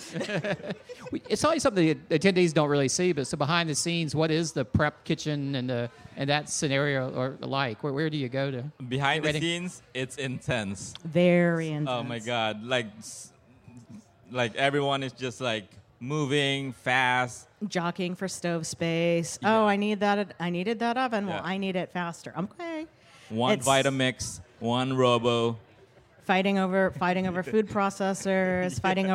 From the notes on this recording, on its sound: live from the 2023 Charleston Wine and Food Festival